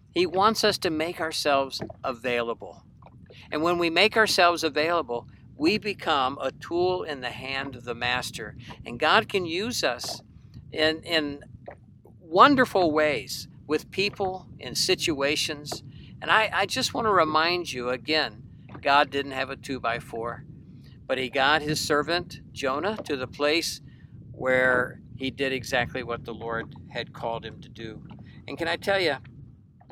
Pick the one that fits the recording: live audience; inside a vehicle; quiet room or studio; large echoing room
inside a vehicle